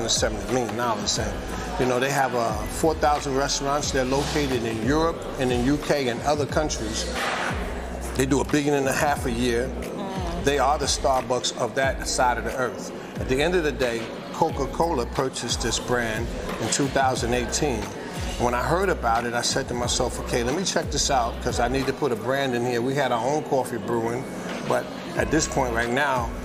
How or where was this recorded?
busy venue